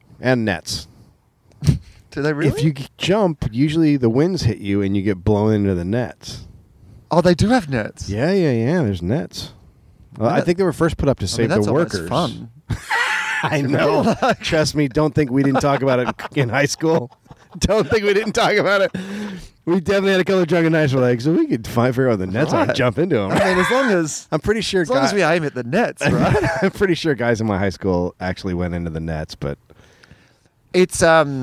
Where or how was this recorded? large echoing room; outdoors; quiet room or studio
outdoors